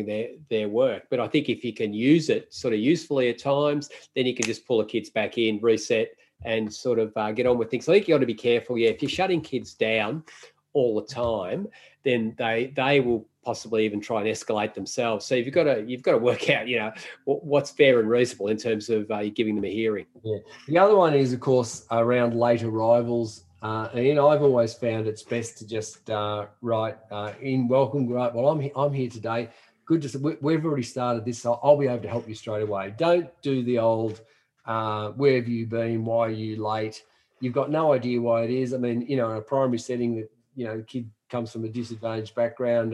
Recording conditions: video call